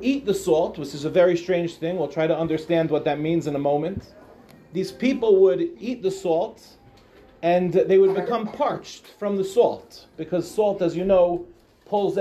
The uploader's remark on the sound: Delivered at the Achdus Event with Tomer Devorah and Sharfmans.